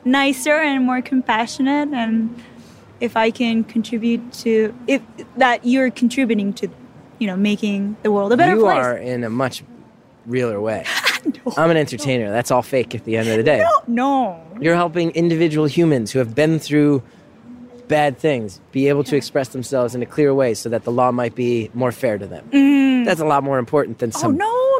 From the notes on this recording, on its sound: recorded this just outside of an acoustically perfect concert hall in a noisy Toronto park